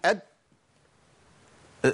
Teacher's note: الدال الساكنة عشان أحقق مخرج الدال وأطلع صوت الدال لازم أقلقلها. أقول أد في فين يا عم الصوت ما طلعش، انا ما فكتش لساني خالص، ما اعرفش، ما ينفعش افك لساني الا بقلقله، الا باهتزاز. · Term: القلقله